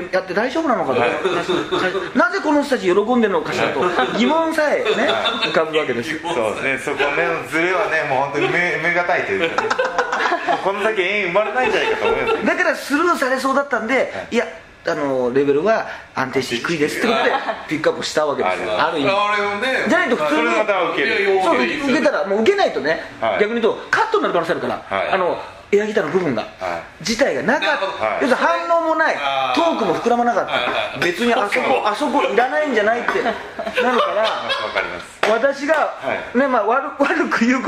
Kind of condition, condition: fault, background noise